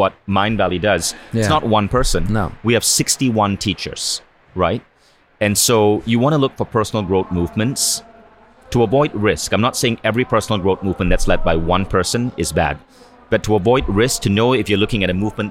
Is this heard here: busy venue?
yes